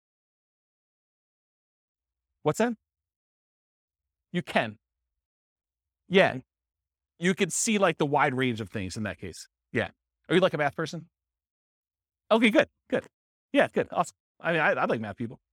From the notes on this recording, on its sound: This was a live class recorded